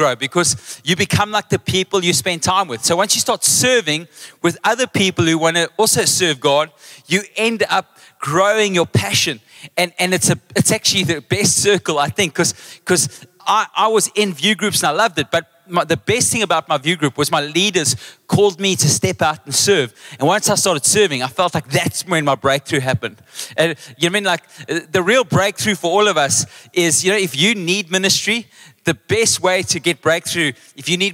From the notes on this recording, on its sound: Table View. Recorded live on Sunday the 5th of November 2023.